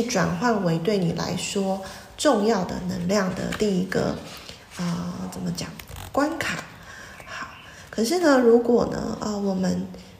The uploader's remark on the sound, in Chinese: 早課結束後的冥想，用iphone錄的，音質跟之前的不太一樣。